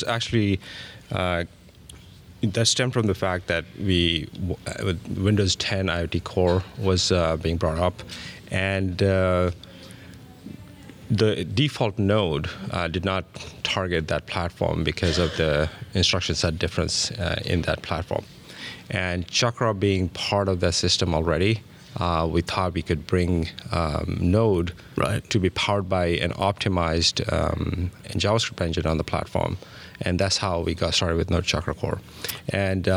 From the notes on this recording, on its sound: recorded at Node Interactive 2016